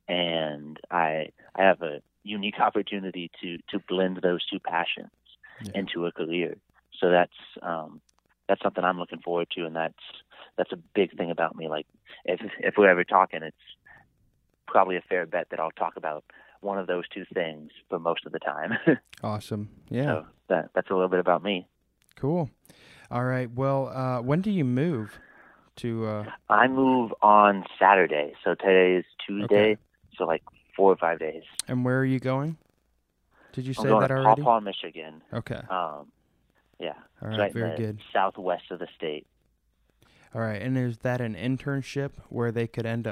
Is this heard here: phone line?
yes